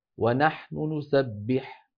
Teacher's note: سأسرع قليلا وأخفض صوتي قليلا عند الحرف الأول، هذا هو الاختلاس